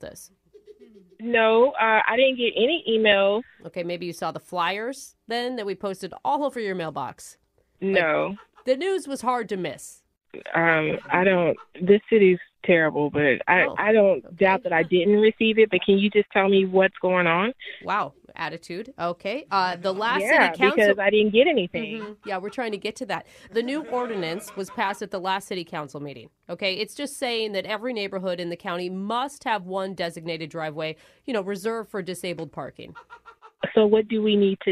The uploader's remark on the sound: In today's Phone Tap we’re calling a woman